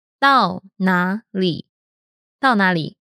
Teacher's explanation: 到 is in fourth tone. 哪 is in third tone. 里 is in third tone.